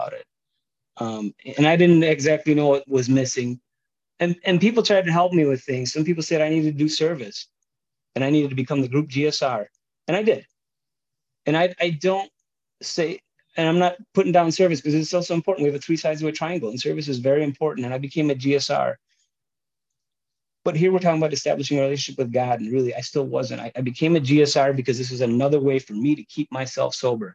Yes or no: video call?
yes